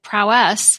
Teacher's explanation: The Oxford English Dictionary lists the way I pronounce it, prowess, with the emphasis on the last syllable